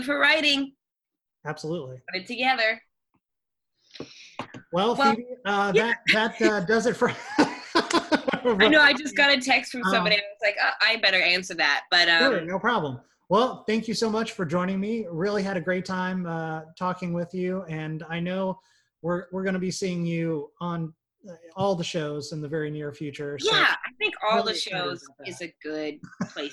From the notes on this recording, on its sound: Recorded via Zoom